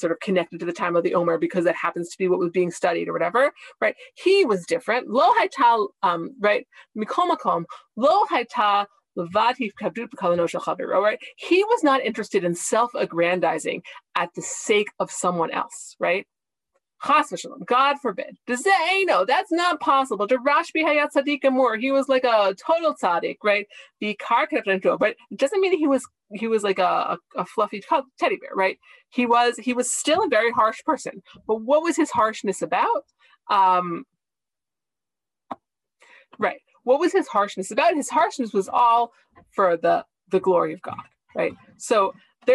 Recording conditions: video call